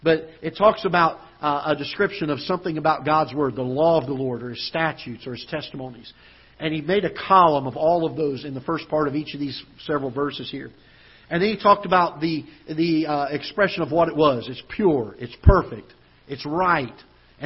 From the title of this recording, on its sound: Ketha Heights Baptist Church ~ Live Broadcast